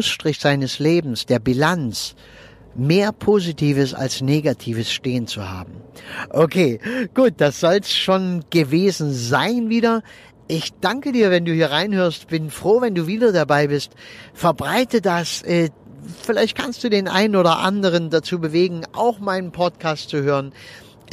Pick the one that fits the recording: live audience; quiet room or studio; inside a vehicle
inside a vehicle